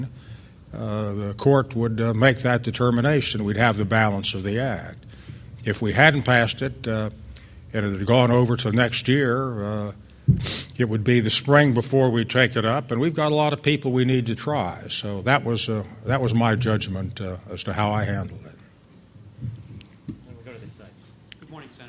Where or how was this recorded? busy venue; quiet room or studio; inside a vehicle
busy venue